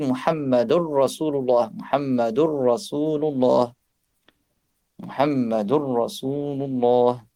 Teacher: Donc, il s'agit donc d'une assimilation. En effet, les deux lettres fusionnent, alors ils sont prononcés comme une seule, dont la seconde avec une certaine, donc, voilà, intensité.